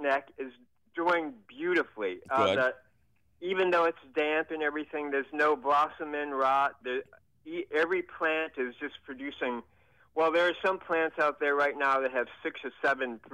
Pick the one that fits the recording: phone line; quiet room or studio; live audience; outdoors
phone line